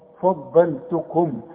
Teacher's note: الفه حاول تطلعها مرققة، واللام لازم تطلعها مرققة